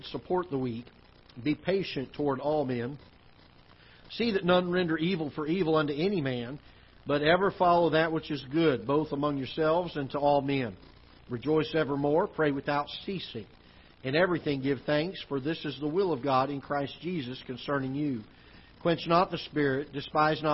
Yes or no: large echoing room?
yes